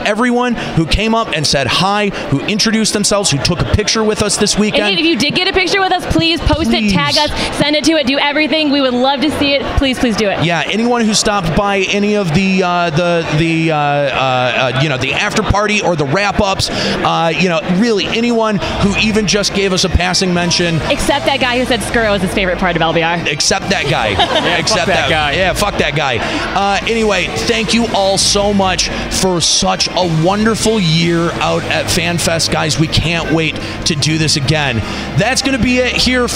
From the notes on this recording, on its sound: Limit Break Radio keeps their convention coverage rolling with Day 2 from out at The Paris in Las Vegas, Nevada for the Final Fantasy XIV Fan Festival. Live reports from the convention floor.